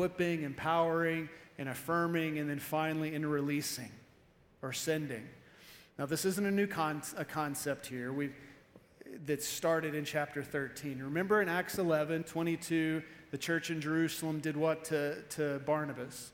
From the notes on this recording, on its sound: Evening Service-Missions Conference